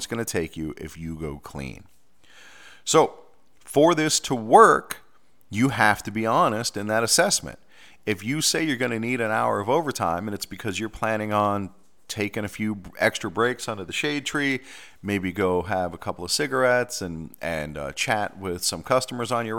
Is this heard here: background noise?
no